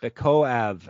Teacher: You put the emphasis on the syllable right before the ev.